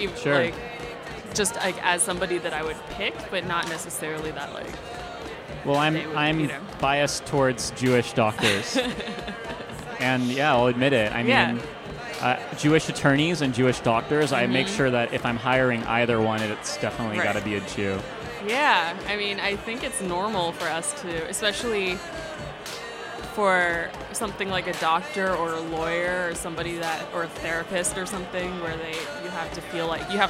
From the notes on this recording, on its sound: Live from INTERNET YAMI-ICHI